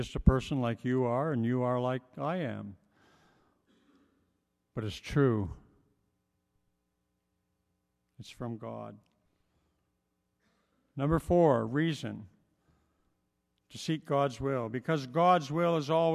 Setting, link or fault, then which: setting, large echoing room